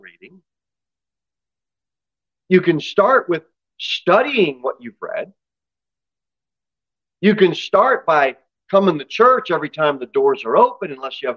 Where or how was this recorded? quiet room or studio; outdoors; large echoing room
large echoing room